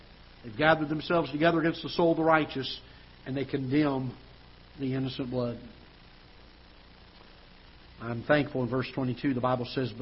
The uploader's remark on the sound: Ketha Heights Baptist Church ~ Live Broadcast